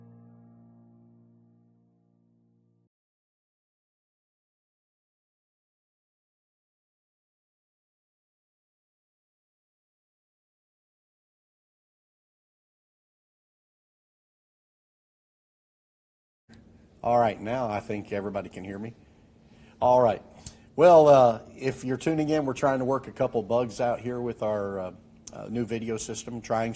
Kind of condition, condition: setting, large echoing room